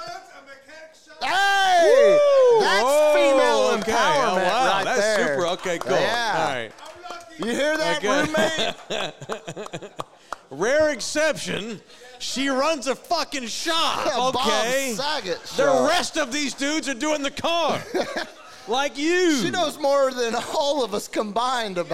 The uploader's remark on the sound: Live from Sam's Burger Joint